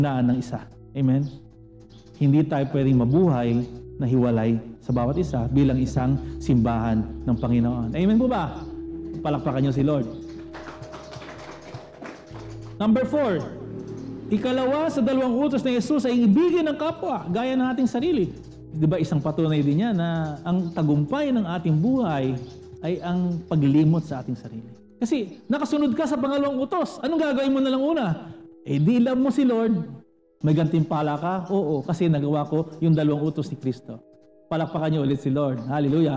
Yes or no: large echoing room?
yes